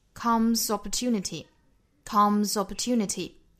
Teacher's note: 尾部的这个 S 要读成浊辅音 Z，再和后面的 Opportunity 连读